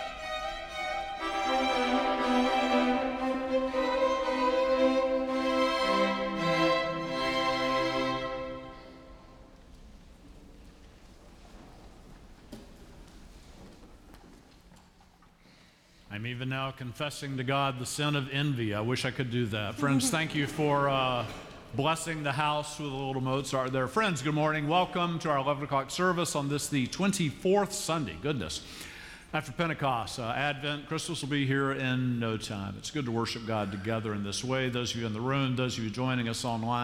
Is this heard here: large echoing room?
yes